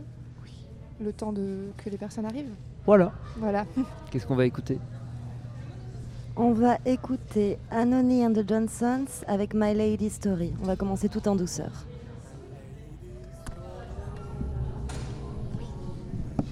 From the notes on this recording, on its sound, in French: Studio Volant enregistré au Recyclart le Vendredi 22 Septembre dans le cadre de la soirée de soutien pour le Fond de Solidarité Trans. Studio Volant enregistré au Recyclart le Vendredi 22 Septembre dans le cadre de la soirée de soutien pour le Fond de Solidarité Trans .